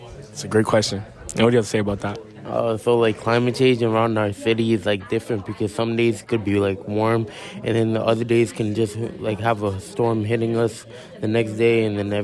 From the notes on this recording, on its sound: Recorded their own session during the MSAA Conference in Boston in January, interviewing other students.